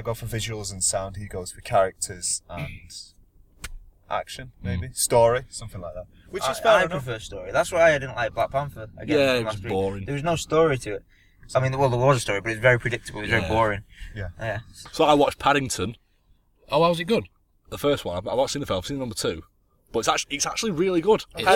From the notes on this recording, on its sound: get together in the car once again